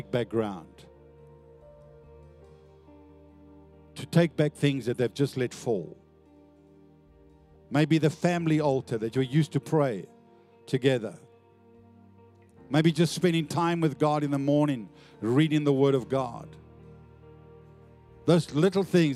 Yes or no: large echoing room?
yes